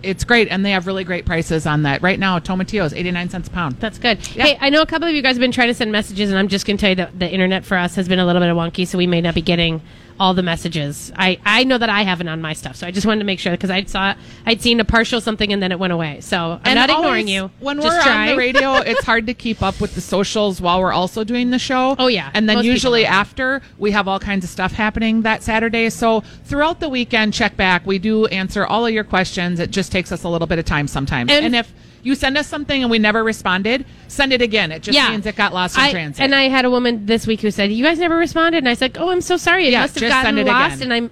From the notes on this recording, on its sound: Live Broadcasting at EL Burrito!